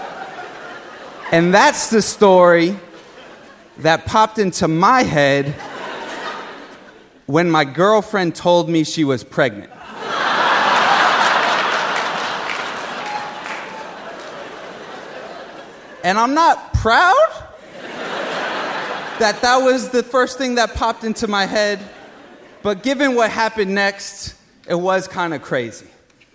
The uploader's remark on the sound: Live at BAM